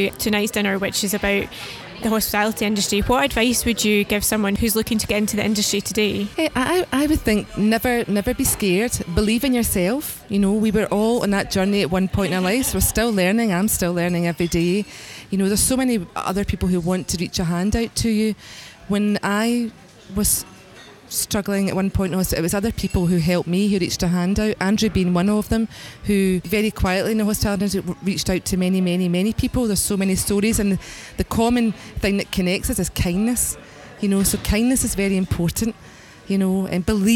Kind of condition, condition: setting, busy venue